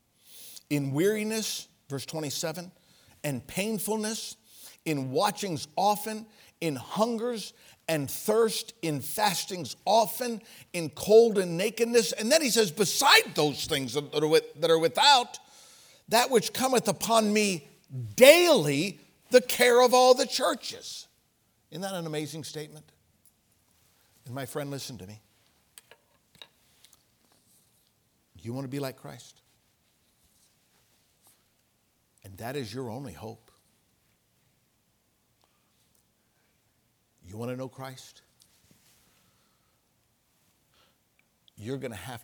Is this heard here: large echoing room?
yes